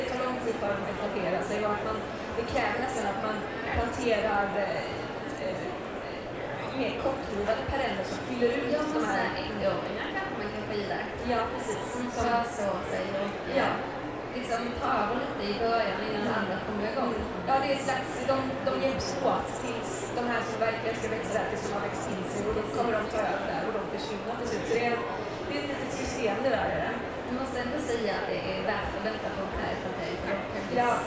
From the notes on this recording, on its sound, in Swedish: Trädgårdsarkitekterna poddar live från Vår Trädgård i Malmö.